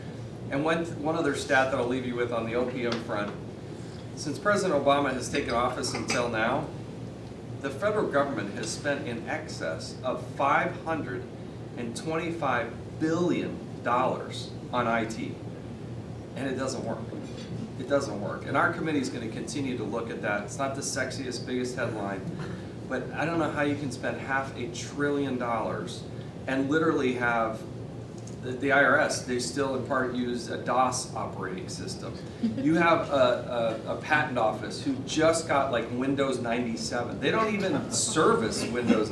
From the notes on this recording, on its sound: Addresses The Ripon Society. Appeared before a breakfast meeting of The Ripon Society, delivering a speech.